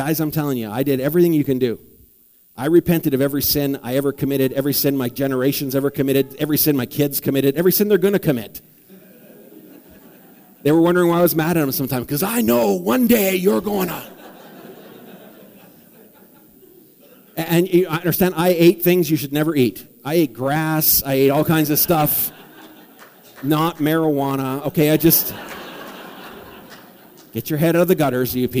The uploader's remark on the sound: Preached at the Morinville Alliance Church.